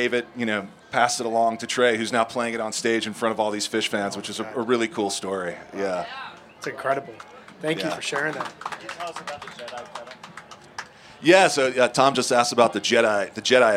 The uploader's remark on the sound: We are so happy to share the recording of our Live Event from the Dick's Lot.